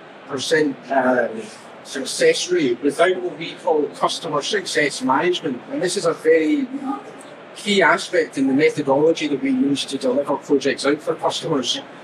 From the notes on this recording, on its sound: At this live session at the Smart Factory Expo in June